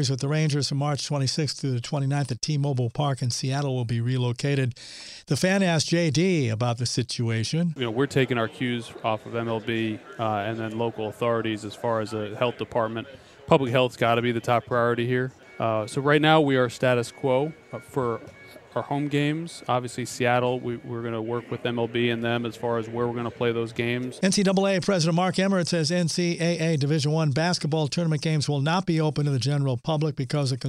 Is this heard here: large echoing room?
no